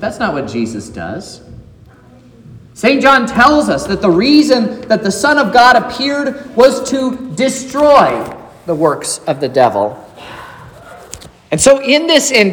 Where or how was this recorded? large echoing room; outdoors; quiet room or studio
large echoing room